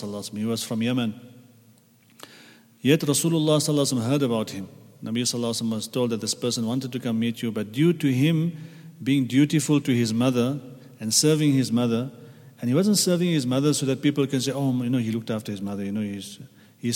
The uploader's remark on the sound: at the Houghton Masjid (West Street)